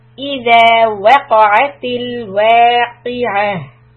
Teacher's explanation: the tamalbuta becomes a ha sound, deep from the chest. Iza waqa'a tilwaqi'ah.